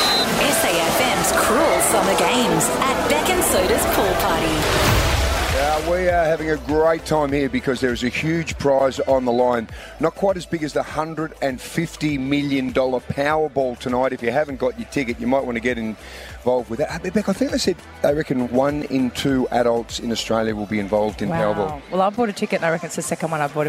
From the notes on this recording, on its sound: LIVE From The Playford Aquadome